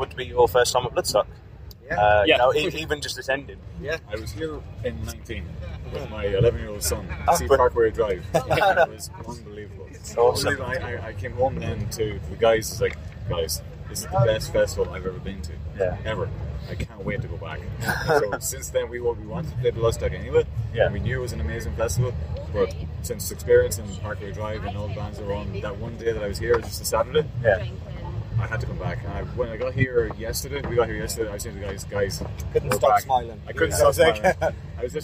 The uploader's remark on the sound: at Bloodstock festival!